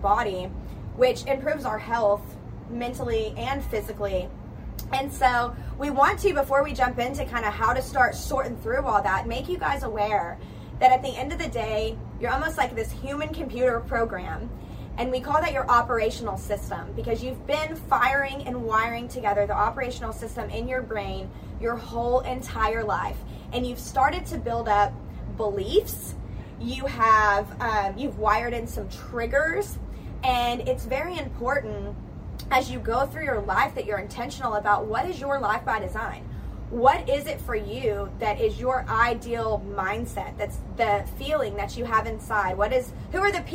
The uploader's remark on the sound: Tune in live from the beautiful Tulum jungle beach in Mexico while on a yoga retreat.